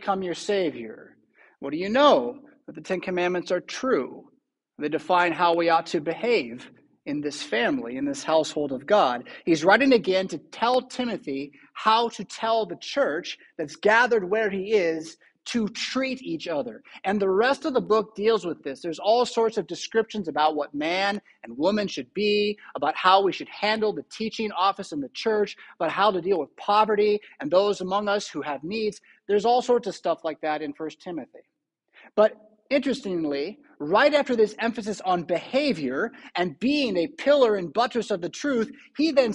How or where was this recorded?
large echoing room